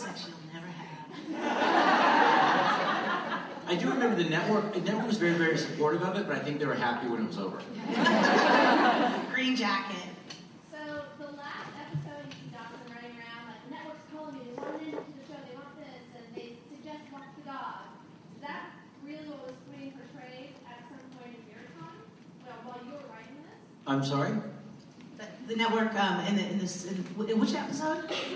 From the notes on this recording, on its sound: Dawson's Creek writers room reunion. Recorded at ATX Television Fest in June 2015.